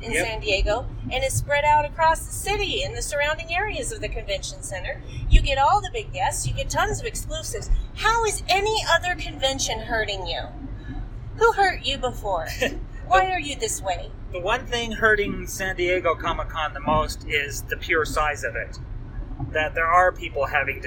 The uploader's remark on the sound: FanX 2019 Spring Report. That is, we visit celebrity row. Also, we visit vendor and artist booths on the convention floor. Furthermore, we attend a number of panels.